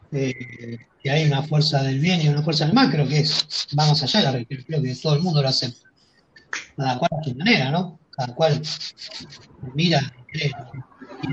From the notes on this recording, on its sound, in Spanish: La hicimos usando #jitsi y con transmisión en vivo por #youtube